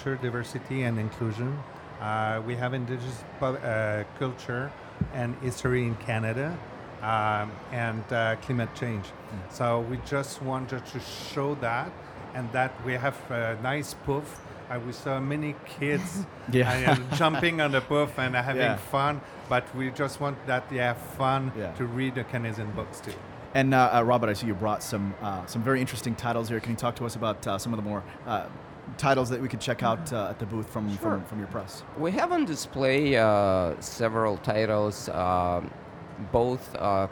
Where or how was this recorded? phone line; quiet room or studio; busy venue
busy venue